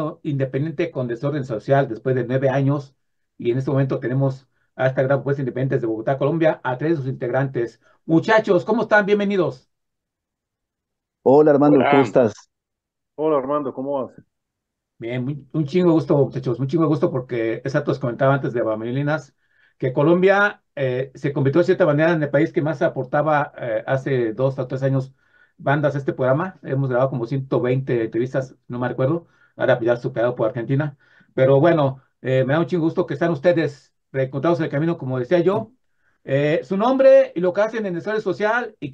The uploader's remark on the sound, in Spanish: Charlamos vía zoom.